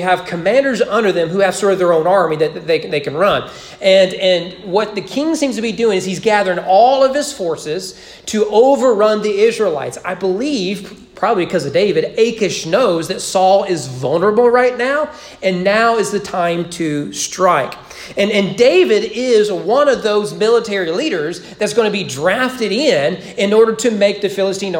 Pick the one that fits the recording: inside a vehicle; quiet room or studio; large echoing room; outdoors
large echoing room